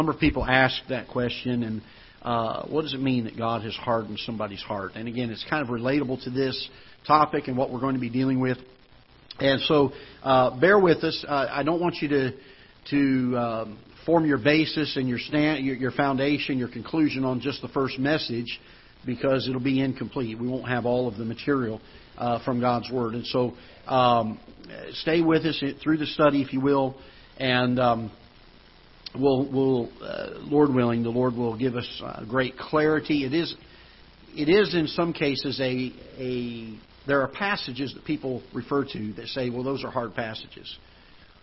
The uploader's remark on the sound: Ketha Heights Baptist Church ~ Live Broadcast